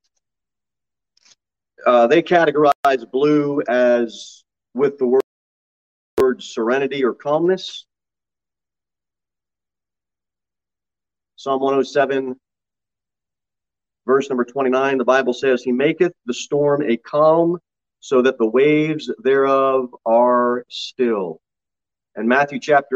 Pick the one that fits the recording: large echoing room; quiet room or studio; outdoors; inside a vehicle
large echoing room